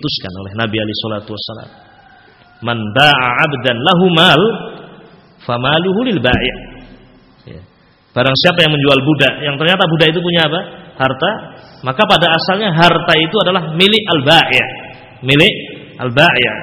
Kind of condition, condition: setting, large echoing room